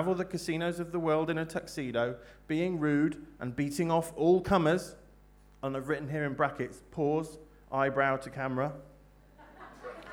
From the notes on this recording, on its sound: Recorded live at the Brixton BookJam, a free quarterly literary event.